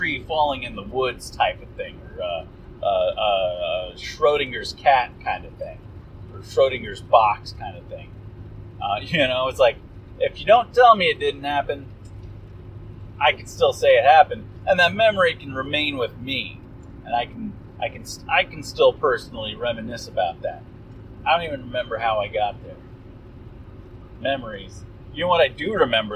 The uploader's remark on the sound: Drive Time Special! Apologies for the audio, listen at your own risk.